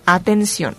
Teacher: se junta la I con la O. La I es una vocal débil y la O es una vocal fuerte. Entonces ahí tenemos un diptongo.